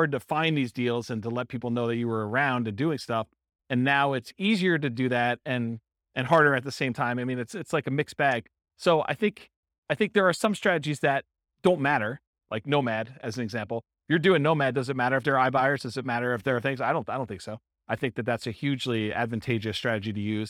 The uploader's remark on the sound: This was a live class recorded